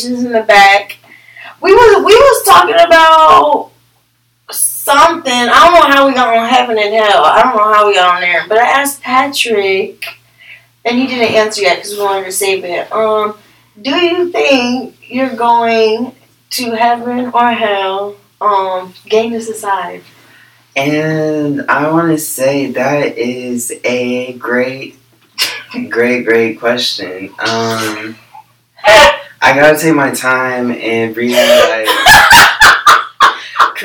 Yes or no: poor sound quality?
yes